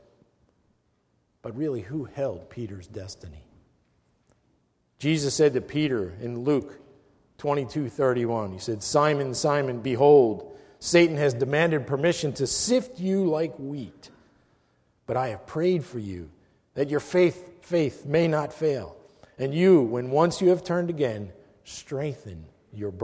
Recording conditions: large echoing room